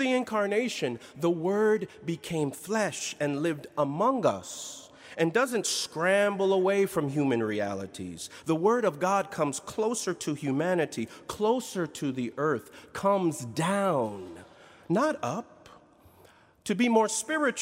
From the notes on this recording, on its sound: in Duke Chapel on April 14, 2019